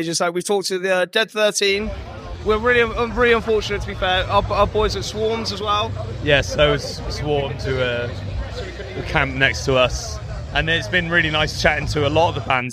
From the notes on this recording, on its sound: Live from Bloosdstock Festival